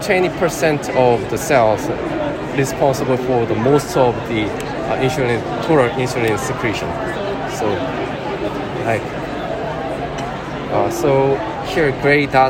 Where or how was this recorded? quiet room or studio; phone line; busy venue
busy venue